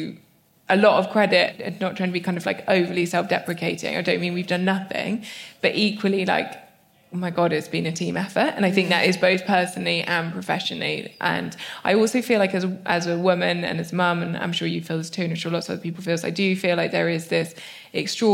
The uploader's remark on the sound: the first ever live recording of the feel better podcast